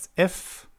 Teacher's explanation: Das wäre durch Reibung, Luft, die an den Lippen reibt.